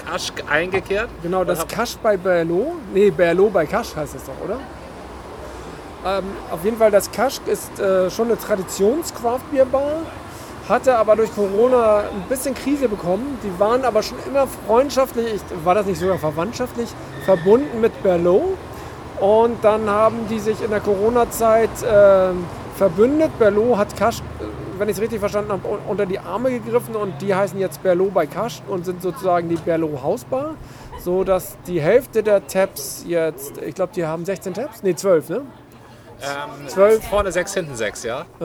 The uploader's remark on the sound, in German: Unterwegs: #BerlinCraftBeerCrawl - Kaschk und Brewdog